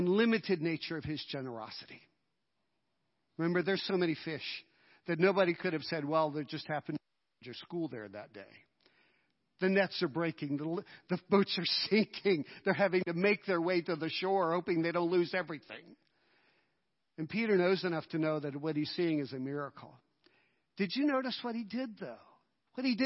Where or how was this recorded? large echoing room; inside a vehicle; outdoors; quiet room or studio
large echoing room